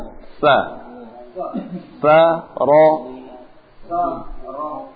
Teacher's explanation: ini pakai ujung lidah menempel di ujung gigi seri atas.